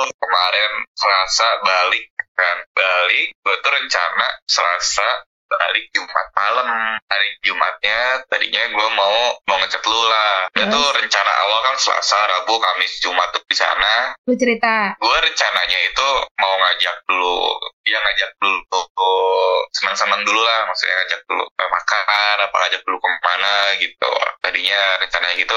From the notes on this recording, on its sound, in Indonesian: Mohon maaf jika suaranya masih belum jernih